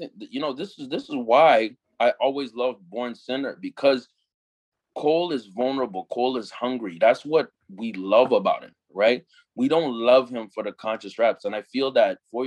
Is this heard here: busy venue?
no